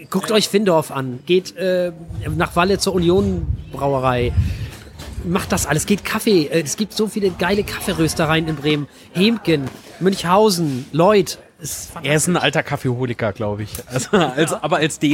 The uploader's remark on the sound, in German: Nach dem Dreh unterhielten wir uns bei einem Kaffee noch ein wenig und hielten es als Podcast-Episode fest. Aufgenommen wurde diese Episode auf einem Steg eines Cafés, direkt an der wunderschönen Alster. Daher kann es durchaus während dieser Aufnahme zu Windgeräuschen und auch Störgeräuschen kommen.